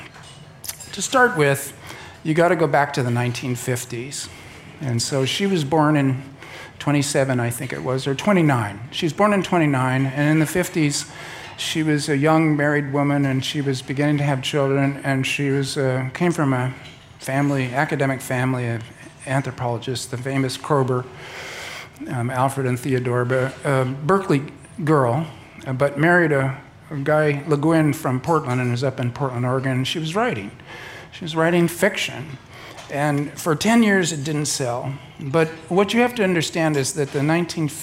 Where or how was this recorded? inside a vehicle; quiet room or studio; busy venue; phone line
busy venue